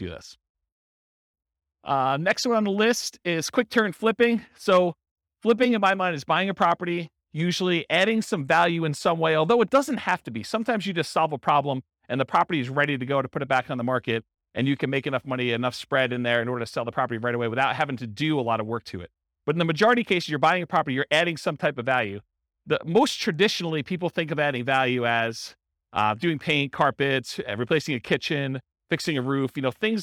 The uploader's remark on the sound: This was a live class recorded.